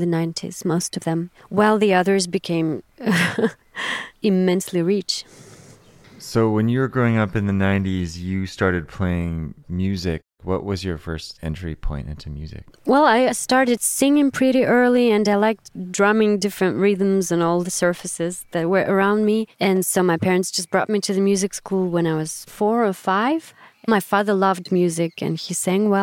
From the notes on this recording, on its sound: in the car outside of her 3-year-old son’s pre-school